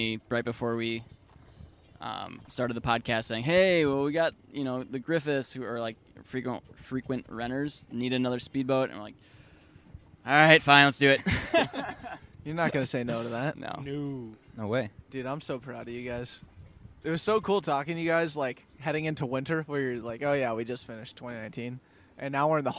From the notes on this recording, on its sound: This week we record our first ever podcast on a boat out on lake Minnetonka.